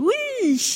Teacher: Parce que l'intonation monte et que la voyelle est allongée.